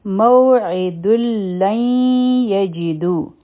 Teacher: نو د نون د آواز وتی اوزی او دې ته وایي ادغام بغیر د غنانه یعنی د نون آواز تینا ختم شي